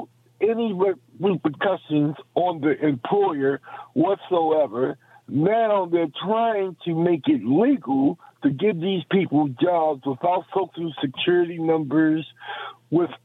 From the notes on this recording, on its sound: we take your calls in open phones across America